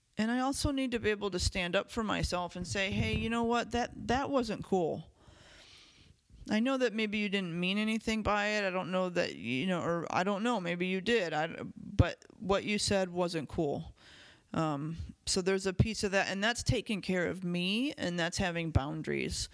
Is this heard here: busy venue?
no